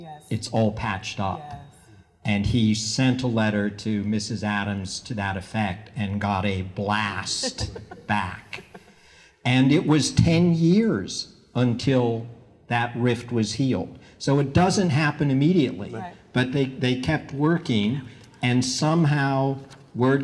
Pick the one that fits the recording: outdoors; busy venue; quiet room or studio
busy venue